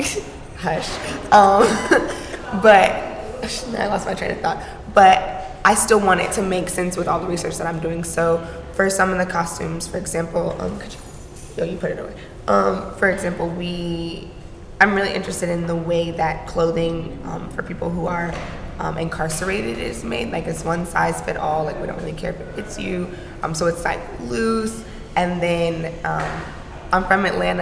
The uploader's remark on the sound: Recorded live at Gallery 72. This conversation is presented in collaboration with the Atlanta Mayor’s Office of Cultural Affairs.